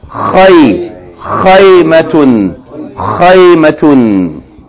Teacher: the first syllable is a diphthong. Fatha followed by ya with sukoon.